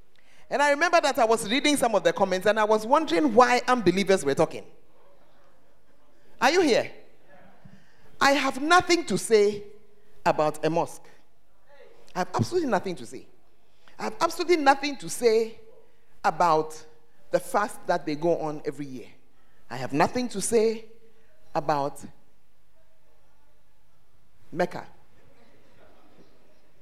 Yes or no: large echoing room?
yes